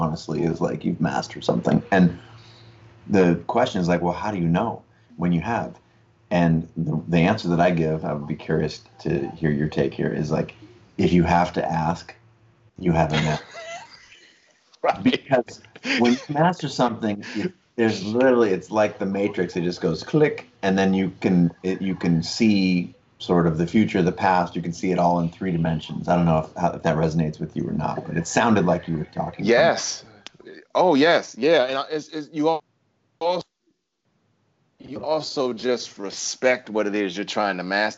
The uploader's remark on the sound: Of course, we hoped to meet in person, but for now we're coming LIVE to you from our living rooms.